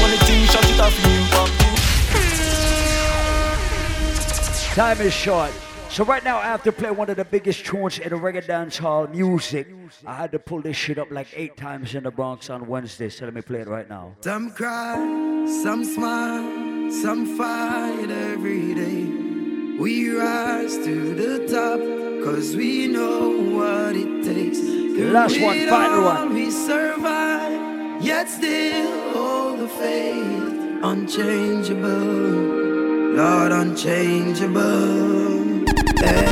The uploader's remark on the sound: live at Island Saturdays on Dec 9th